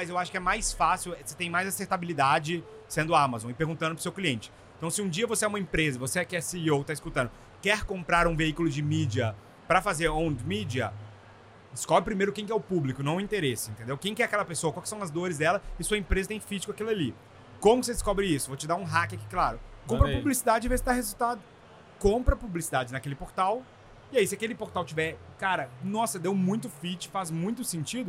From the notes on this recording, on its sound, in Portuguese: Mais um episódio gravado no maior evento de inovação e tecnologia do mundo, o Rio WebSummit!